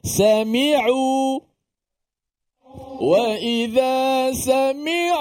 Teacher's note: Ain. Dia ada sifat tawassut. Dia tidak boleh macam Hamzah.